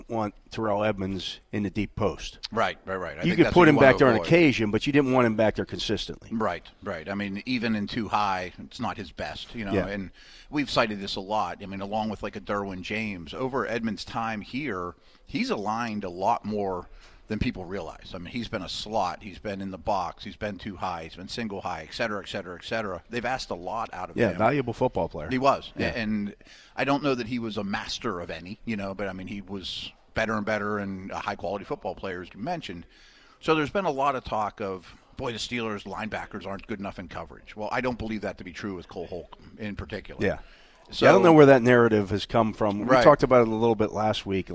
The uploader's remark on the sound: talk live from the NFL Owner's Meeting in Phoenix, Arizona